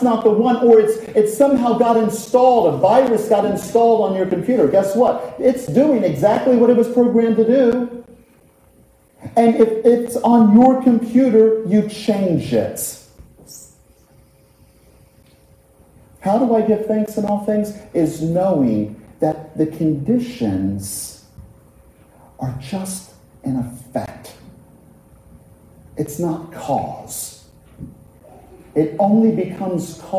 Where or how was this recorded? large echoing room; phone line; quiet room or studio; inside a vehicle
large echoing room